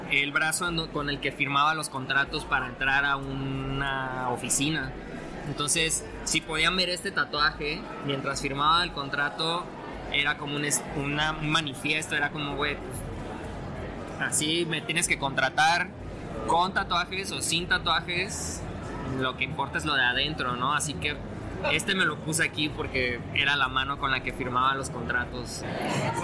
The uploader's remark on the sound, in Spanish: En el Festival Rayón 2022. El audio fue un poco caótico por estar en medio del evento.